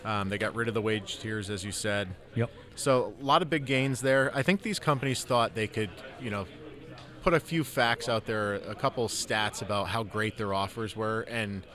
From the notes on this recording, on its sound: We're on location at the annual Veterans Day celebration